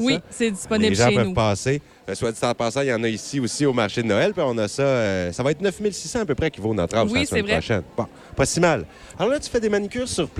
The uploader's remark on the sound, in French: en direct du marché de Noël de l'école Marie-Gaétane de Kedgwick